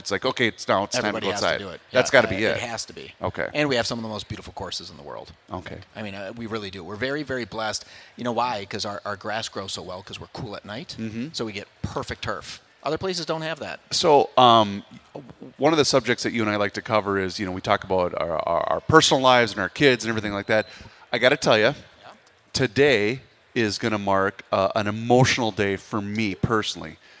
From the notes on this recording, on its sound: live at the 2024 MN Golf Show